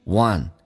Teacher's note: 这是一个前鼻，很多人喜欢发成后鼻叫 want，那是有问题